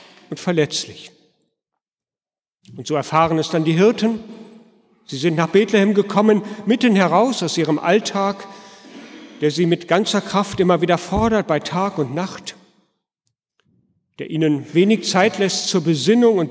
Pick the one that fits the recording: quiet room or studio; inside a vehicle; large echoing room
large echoing room